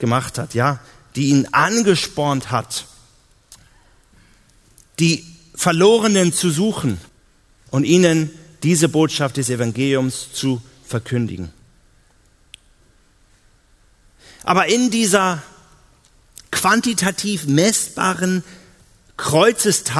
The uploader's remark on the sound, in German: auf der Evangelium21-Konferenz 2018 in Hamburg